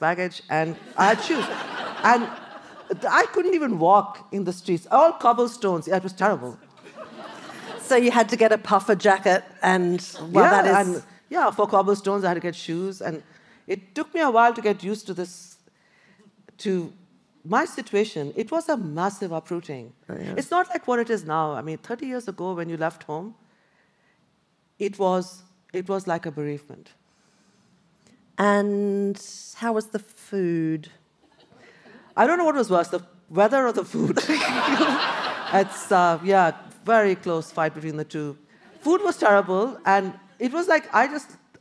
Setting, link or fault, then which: setting, live audience